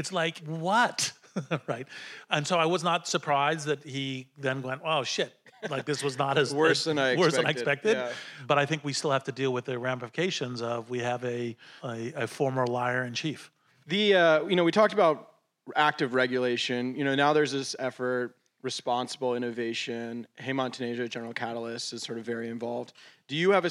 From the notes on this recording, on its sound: Two conversations from the Cerebral Valley AI Summit. Sat down on stage at the Cerebral Valley AI Summit.